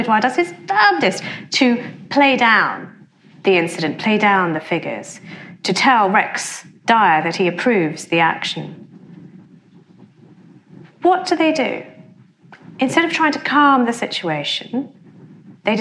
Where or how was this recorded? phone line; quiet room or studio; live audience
live audience